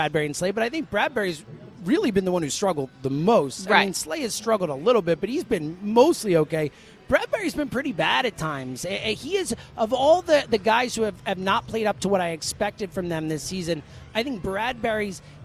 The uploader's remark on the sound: live at Parx Casino